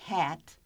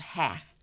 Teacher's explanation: They've left off the final sound in each one of those cases. · Shown in: second take